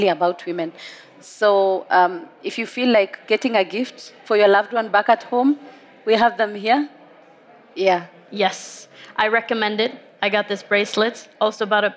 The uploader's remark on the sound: recorded at COP28 in Dubai